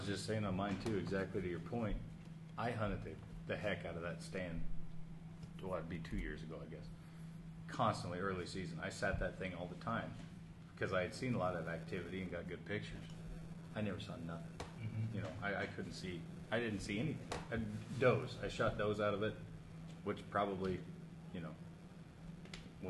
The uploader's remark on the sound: Live at the Jamboree 2019